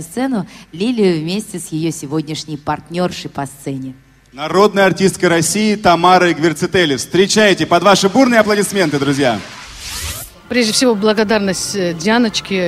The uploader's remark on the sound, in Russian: Аудиозапись гала-концерта IV Международного фестиваля «Белая трость». Трансляция этого мероприятия была в прямом эфире «Радио ВОС».